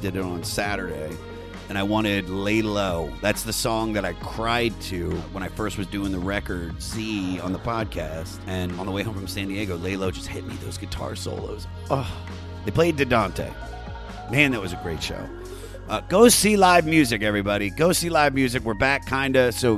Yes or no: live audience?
no